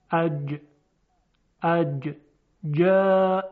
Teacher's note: در جیم وسط زبان به طرف بالا میاد، برخورد میکنه به سقف دهان